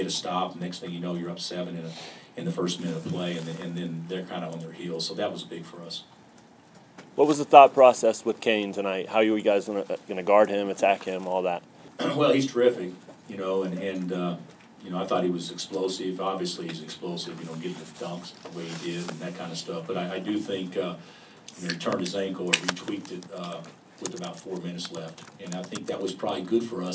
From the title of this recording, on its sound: Press Conferences & Post-Game Interviews